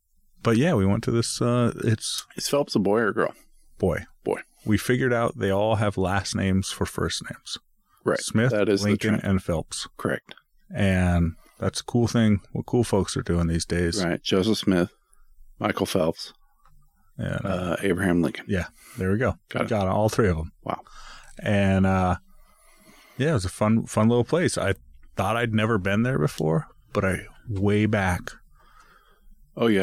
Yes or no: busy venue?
no